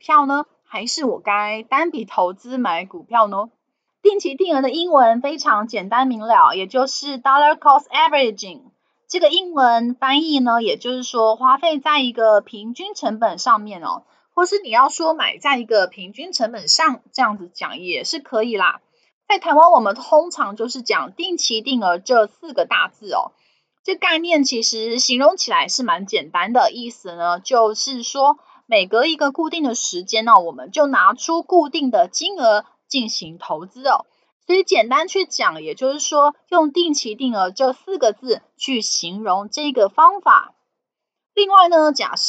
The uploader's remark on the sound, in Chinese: 本集有些許雜音，已亟力避免，如有察覺請多多包涵